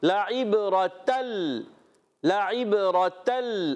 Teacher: لعب رتل، لعب رتل، اگر ہم کرتے لعب رتل تو ناک میں جاتی، مگر ناک میں لے کے نہیں جانی، ناک میں نہیں لے کے جانی، کیونکہ لام اور را میں ادغام بغیر غنے کے · Term: ادغام بلا غنہ